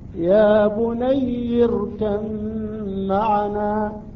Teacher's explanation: عند الإدغام الحرف الأول يصبح من جنس الحرف الثاني، الباء تصبح ميم. يا بني اركم معنا ها هنا مع الغنة ومقدار حركتين تصبح ميم مشددة، ها؟ · مع الغنة ومقدار حركتين تصبح ميم مشددة، ها؟ تصبح عندنا ميم مشددة.